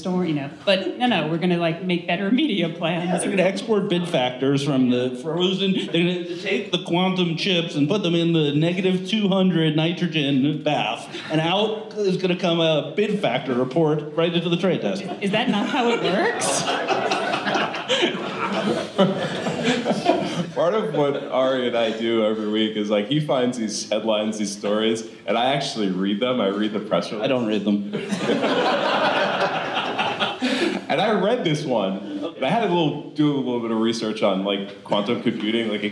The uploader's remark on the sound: Live from "ID5 On the Road" conference. This week we recorded live.